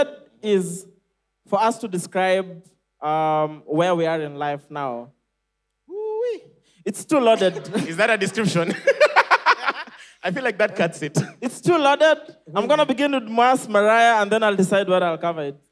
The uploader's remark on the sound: Cheque Mates hangout. The live audience recording.